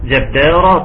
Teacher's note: يجعلني قلقله الجيم لانها ساكنه، نعم. جباره ترقيق الجيم والباء وتفخيم الراء